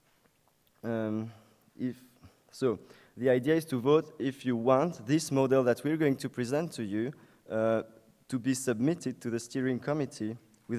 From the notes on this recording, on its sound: at the UNICA Student Conference 2014, UNIL